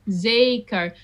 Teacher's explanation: So the R at the end, we don't pronounce as a R, not even in singing.